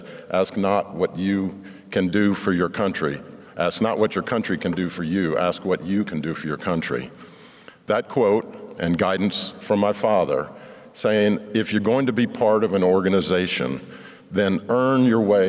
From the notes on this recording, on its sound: In this episode, we feature remarks from our Leadership Awards at the WQA Convention & Exposition, April 18-20, 2023, in Las Vegas. We’ll take you to the stage of the Keynote Session.